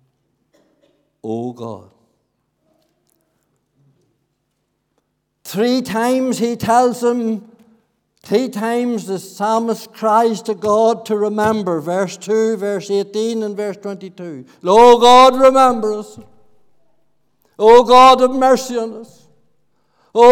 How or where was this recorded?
large echoing room